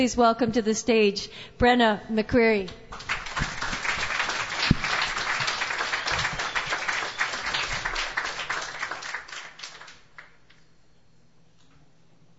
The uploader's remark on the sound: Alley Kat Songwriter's Stage. An absolutely incredible display of talent with an amazingly appreciative and supportive audience.